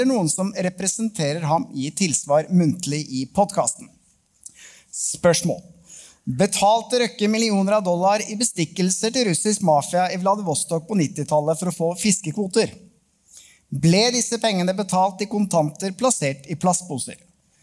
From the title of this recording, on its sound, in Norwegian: Påskeshow Live fra Rockefeller Del 2